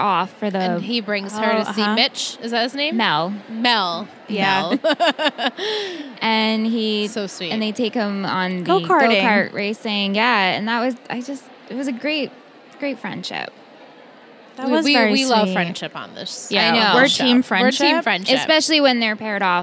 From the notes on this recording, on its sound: Recorded LIVE from TRIC.